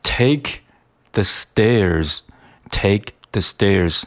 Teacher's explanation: 那这个 take 的这个 k，一般来说是要省略的 · Term: 半音